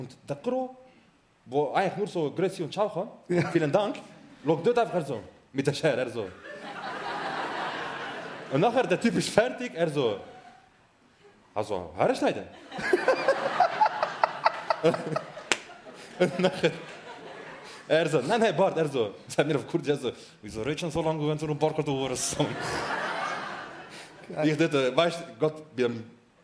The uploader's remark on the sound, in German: Live im Bernhardtheater. Die ersti hälfti vo eusere Liveshow im Bernhardtheater.